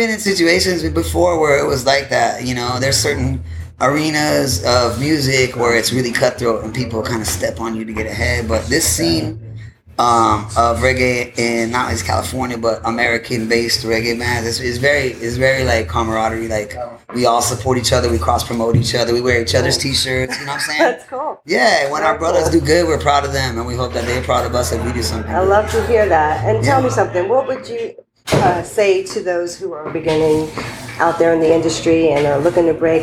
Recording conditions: background noise